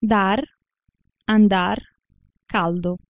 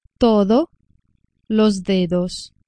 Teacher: la punta della lingua si avvicina velocemente al bordo degli incisivi superiori, ma senza impedire completamente l'uscita dell'aria. · Shown in: second take · Term: fricativo